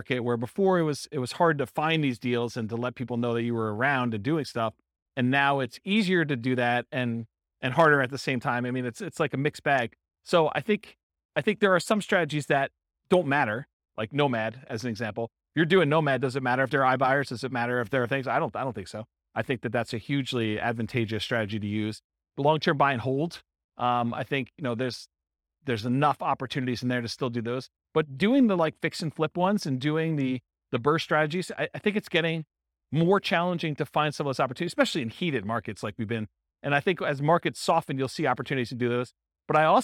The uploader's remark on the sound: Real estate entrepreneurs in Philadelphia, Pennsylvania. This was a live class recorded to give investors a solid qualitative overview of all the different real estate investing strategies.